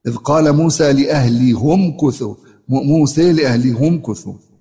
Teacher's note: بضم هاء الكناية في لأهله